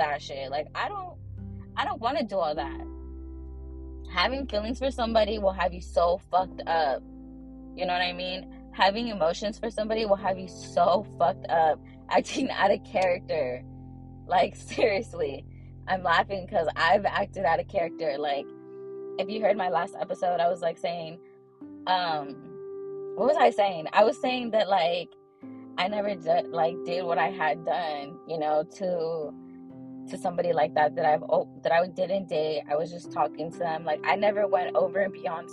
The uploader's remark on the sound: In the Car EPISODE!!!!